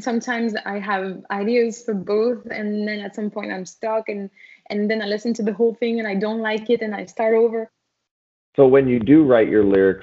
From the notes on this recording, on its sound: We had some download issues with Skype. I was hoping we would be able to salvage the entire conversation.